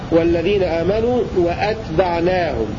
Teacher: بهمزة قطع مفتوحة وسكون التاء والعين ونون بعدها ألف